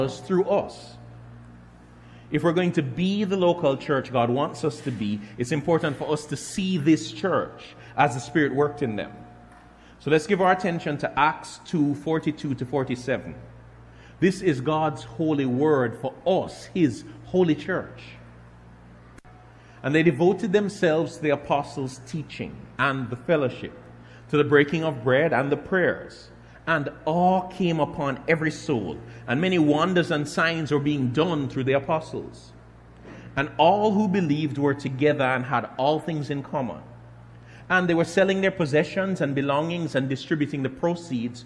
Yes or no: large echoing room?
yes